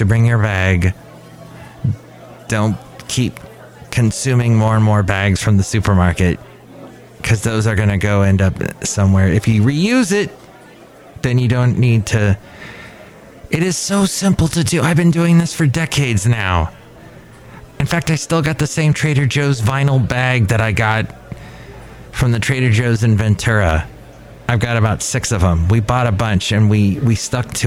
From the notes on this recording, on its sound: Podcasts live from Café Anyway.